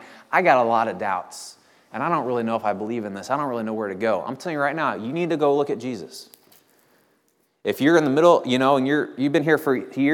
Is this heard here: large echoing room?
yes